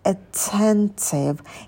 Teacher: Здесь первый звук шва, потом на «т» мы кончик языка ставим на альвеолы и произносим с придыханием «т»